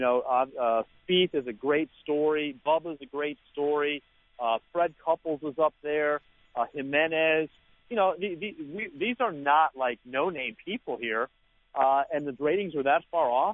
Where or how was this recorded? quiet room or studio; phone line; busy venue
phone line